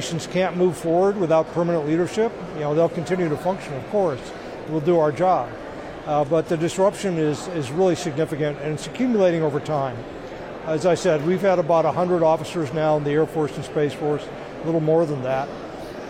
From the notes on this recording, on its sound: from the floor of the Air Force Association’s annual Air, Space, Cyber conference